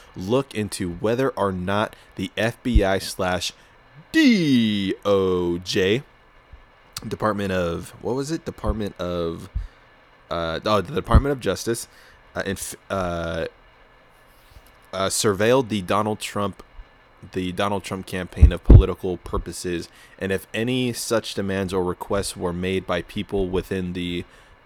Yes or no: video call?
no